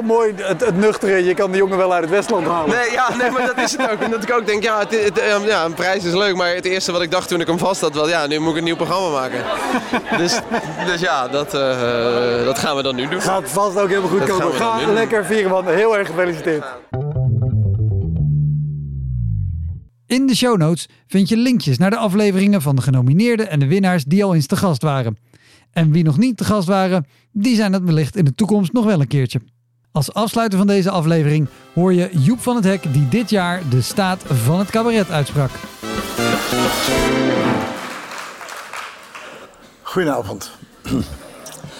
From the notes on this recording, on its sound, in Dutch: Deze aflevering is namelijk opgenomen tijdens de uitreiking van de VSCD cabaretprijzen. Dat zijn de grootste cabaretprijzen in Nederland.